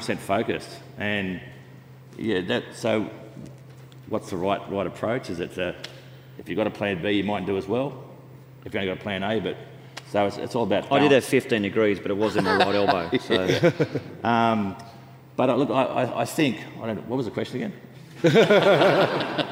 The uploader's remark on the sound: Recently Sekuro held a corporate event named Sekurokon. In front of a live audience.